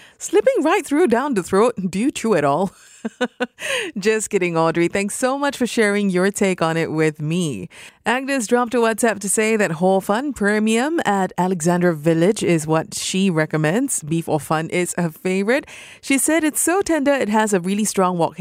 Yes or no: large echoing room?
no